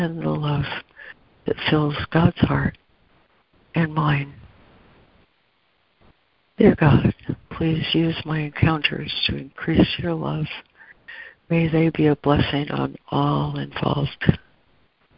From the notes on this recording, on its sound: ACIM Daily Conference Call